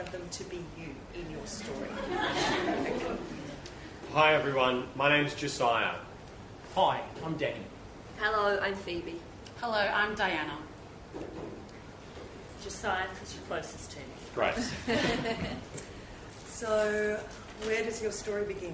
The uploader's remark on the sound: Recorded at SFL2020